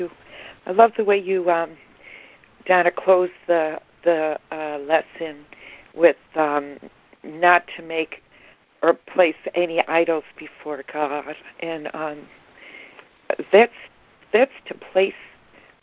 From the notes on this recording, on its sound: ACIM Daily Conference Call.